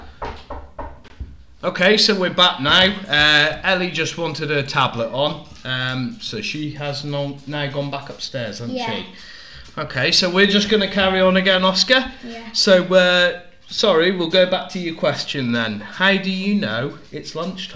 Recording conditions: sounds in the background